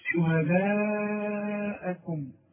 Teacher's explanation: شهداءكم، لازم امد المد اللي معايا ده هو اللي هو فوق الالف، شوف في الف عليها شرطة عريضة كده وبعدها همزة، يبقى ما دام عندي مد وبعده همزة يبقى لازم أمد المد ده إيه؟ أربع حركات